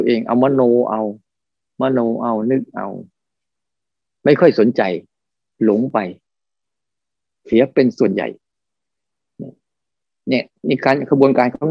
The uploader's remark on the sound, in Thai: คอร์สออนไลน์ (ผ่านโปรแกรม Zoom)